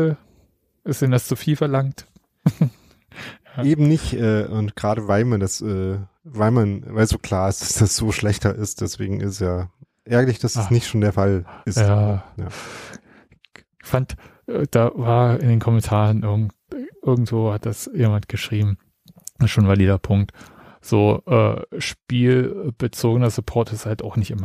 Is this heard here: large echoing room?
no